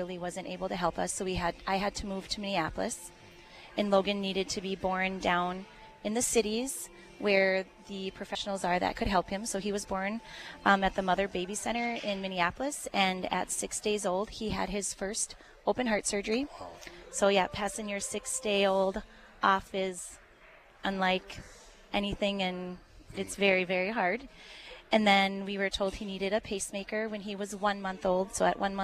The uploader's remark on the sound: live at Dakota Medical Foundation for Giving Hearts Day 2024